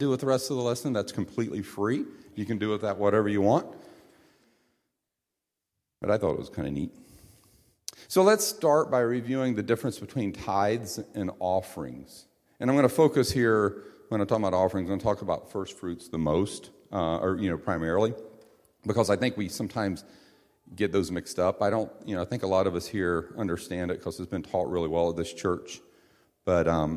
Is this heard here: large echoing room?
yes